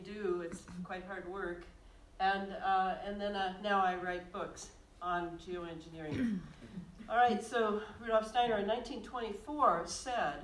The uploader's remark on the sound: This lecture was recorded on February 13, 2020 in Glendale, CA.